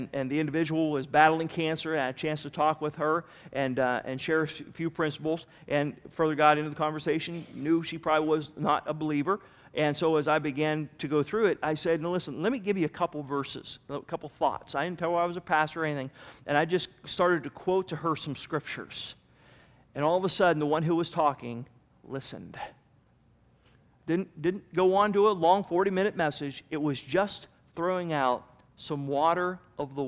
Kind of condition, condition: setting, large echoing room